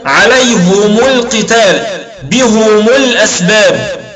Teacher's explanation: يقرأ حمزة والكسائي أيضا بالإتباع، ولكن يتبعون الهاء للميم